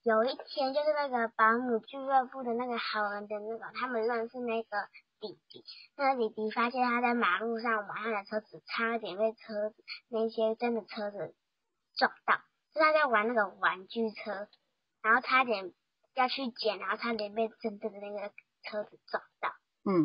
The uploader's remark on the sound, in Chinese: 一切都是因為 PXhome不到貨惹的禍。我們的遠距錄音因為麥克風還不到一直被delay。